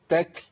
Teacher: فأجيب كاف، وما أجيبش كاف كاملة، ده أنا بجيبها من حافة اللسان